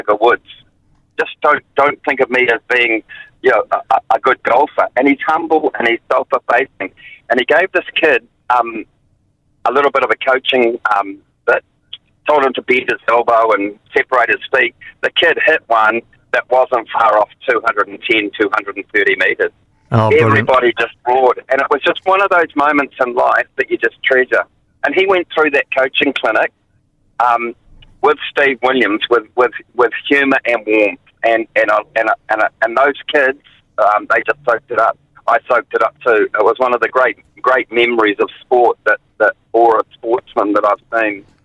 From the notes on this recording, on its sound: Listeners called in to share their memories of …. He phoned.